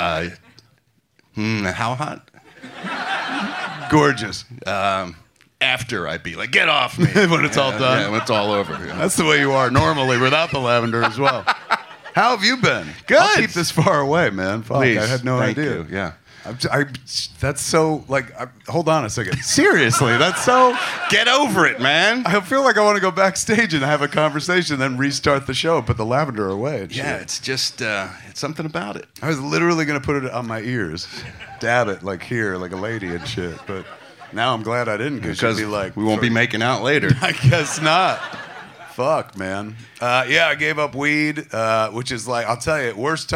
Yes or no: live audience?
yes